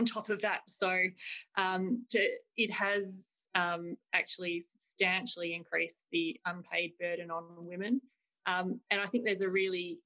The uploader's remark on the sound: Webinar recording